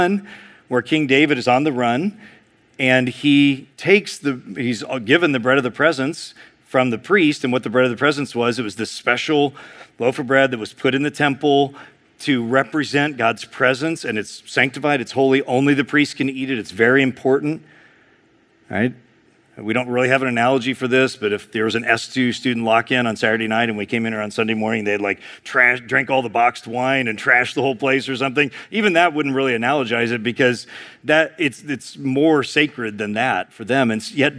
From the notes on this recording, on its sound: preached in February 2023 at Sojourn East